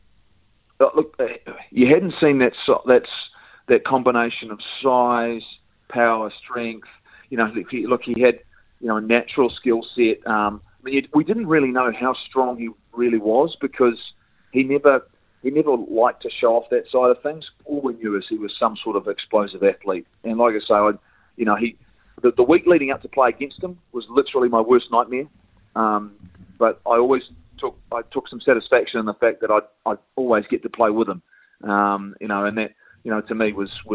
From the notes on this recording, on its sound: joins us on the phone